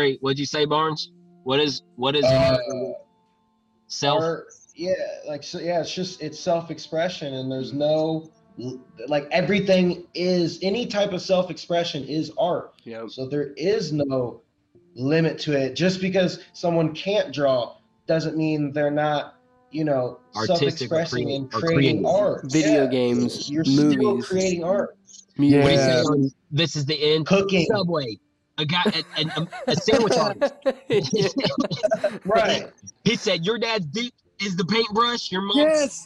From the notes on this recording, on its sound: comes to you live via Zoom!